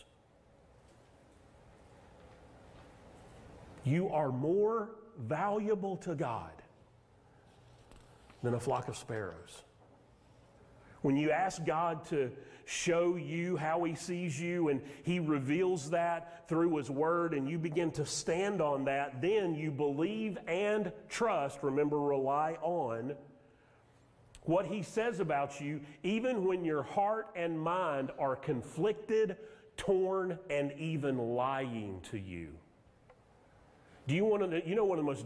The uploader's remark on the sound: Sermon audio from Mission Church in Locust, NC.